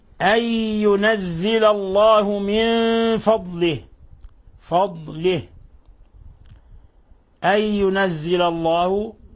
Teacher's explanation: إضغام بغنة، النون ساكنة بعدها الياء